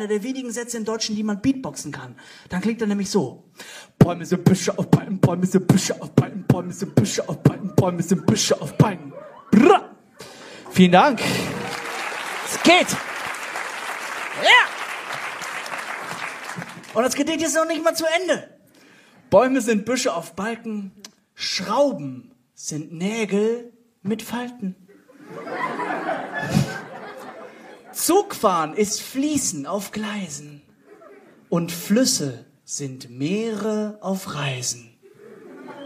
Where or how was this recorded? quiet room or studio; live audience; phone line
live audience